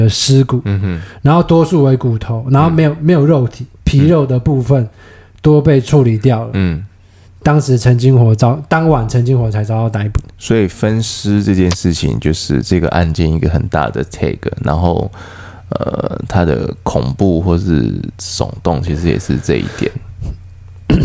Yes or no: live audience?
no